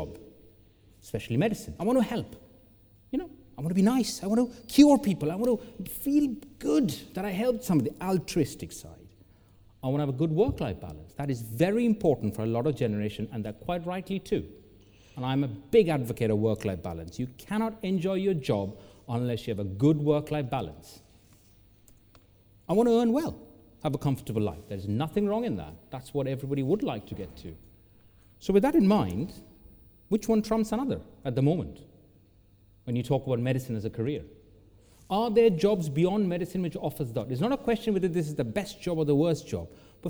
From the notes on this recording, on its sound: During the Big Debate at BMJ Live in London last week six speakers argued for and against the motion. After presentations from the six speakers and questions from the floor, the audience voted in favour of the motion.